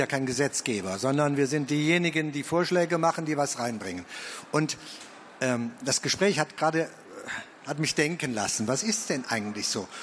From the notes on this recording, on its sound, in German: Podiumsdiskussion des Petitionsausschusses